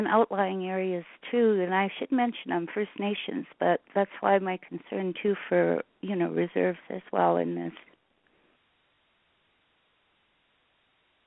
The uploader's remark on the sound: Budget 2024 Telephone Town Hall, Northern Alberta. Northern Alberta Telephone Town Hall to discuss Albertans' priorities for Budget 2024.